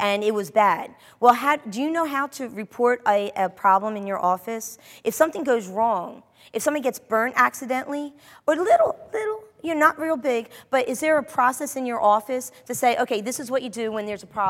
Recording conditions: live audience